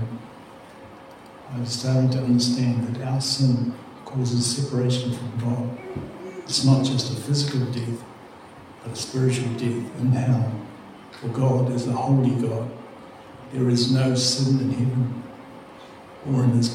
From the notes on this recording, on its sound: Apologies for the sound quality.